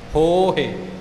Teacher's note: ਹੋਹੇ ਨਹੀਂ, ਜੇ ਹੋਹੇ ਕਹਾਂਗੇ ਤਾਂ ਉਹ ਹਾਹੇ ਨੂੰ ਲਾਮ ਬਣ ਜਾਂਦੀ ਹੈ। ਇਉਂ ਹੋ ਜਿਹੜਾ ਹੋੜਾ ਹੈ ਇਹਨੂੰ ਥੋੜ੍ਹਾ ਲੰਮਾ ਕਰਨਾ ਹੈ ਅਤੇ ਹਾਹੇ ਦੀ ਸਿਹਾਰੀ ਨੂੰ ਛੋਟਾ ਰੱਖਣਾ ਹੈ।